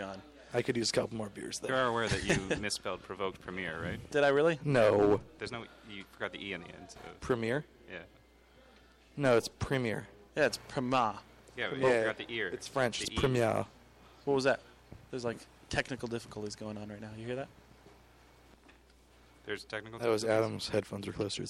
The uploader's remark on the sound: We are live from the Provoked Premiere!